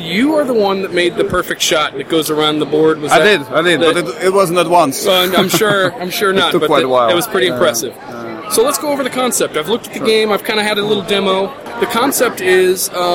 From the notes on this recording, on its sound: Live from GenCon 2016!